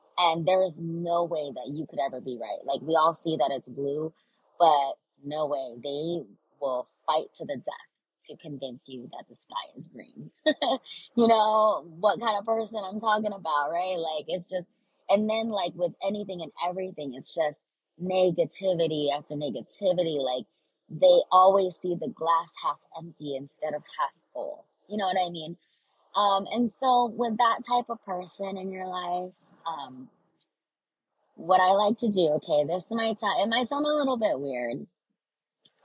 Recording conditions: poor sound quality